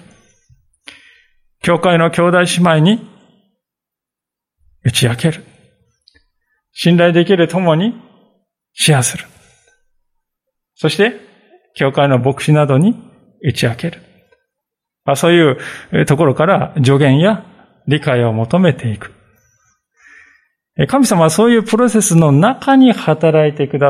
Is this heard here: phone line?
no